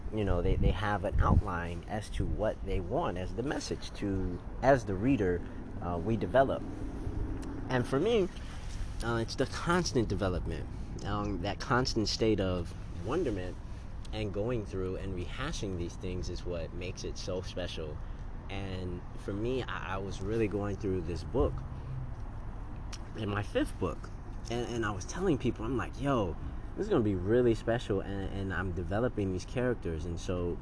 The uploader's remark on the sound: On the street recording